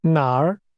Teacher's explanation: That's pronounced with a falling, rising tone.